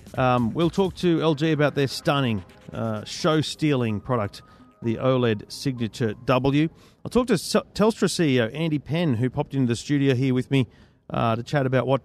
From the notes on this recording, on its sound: In the first of two special episodes live from CES. We head over to Netgear's showcase.